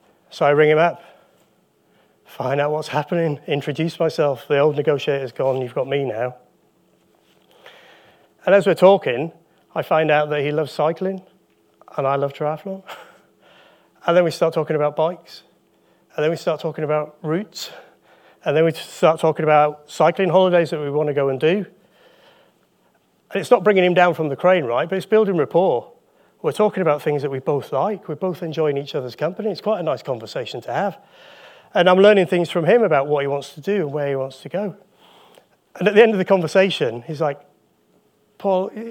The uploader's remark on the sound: Live Recording taken from the UKSCA Annual Conference